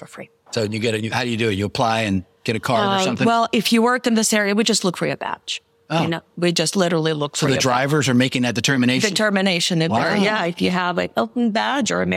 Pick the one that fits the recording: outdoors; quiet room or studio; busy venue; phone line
busy venue